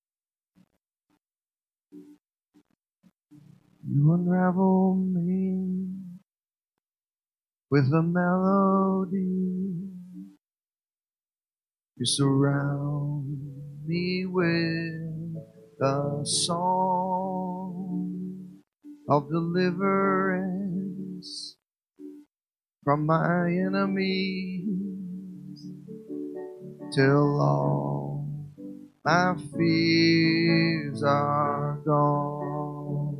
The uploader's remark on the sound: This sermon was originally delivered at A/G Kirksville